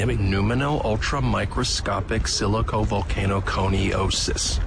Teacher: that stress is on that second to last syllable